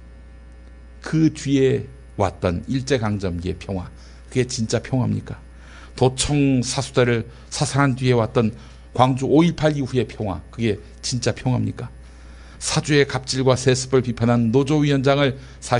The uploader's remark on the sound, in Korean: 장소] 벙커1교회 (서울 마포구 월드컵북로5가길 8-15 지하 1층)